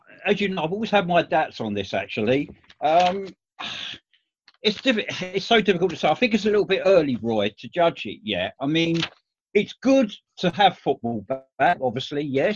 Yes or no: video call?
yes